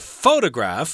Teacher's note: if you talk about a photograph, a picture, then the accent is on the first syllable